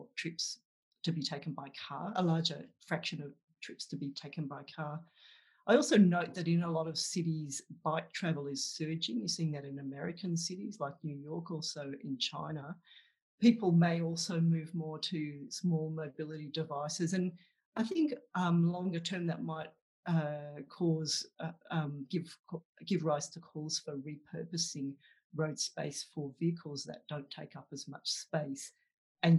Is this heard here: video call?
yes